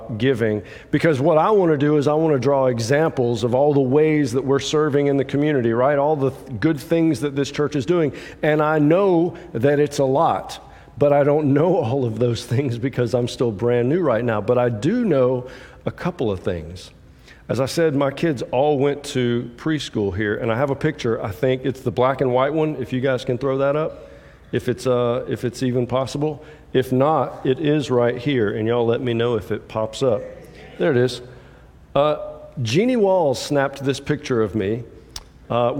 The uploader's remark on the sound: preaches from John 15:1-12 at the 8:30 contemporary service at Restore